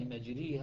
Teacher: وإنما مجريها أقرب إلى الياء، فتكون قراءة حفص هي الموضع الوحيد الذي أمال فيه